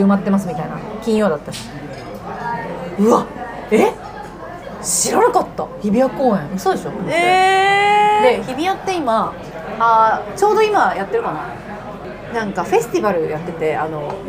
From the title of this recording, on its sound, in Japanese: バイト先で生牡蠣を食べながら収録してみた